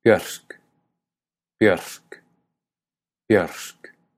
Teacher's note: Una sonora, rrr, y otra sorda. Como después de la R viene una K, que es una consonante sorda, la R es sorda también. Es decir, que la palabra termina en rrk y no en rrk.